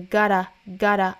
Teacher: 也可以发一个上下开口度最大的那个 gotta